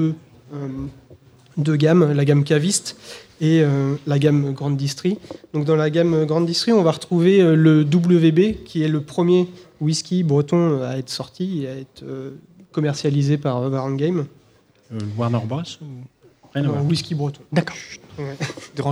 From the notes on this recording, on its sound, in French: A PodRennes 2017. Enregistré en live à PodRennes!